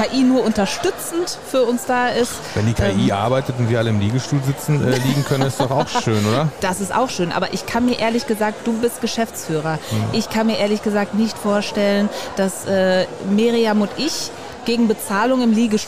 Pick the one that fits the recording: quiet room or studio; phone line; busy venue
busy venue